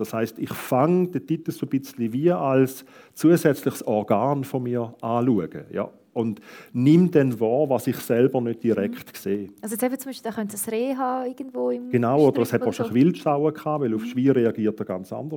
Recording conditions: live audience